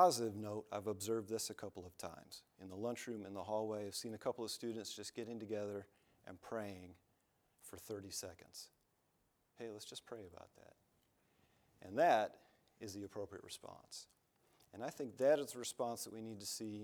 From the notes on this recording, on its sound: from the chapel platform at Baptist College of Ministry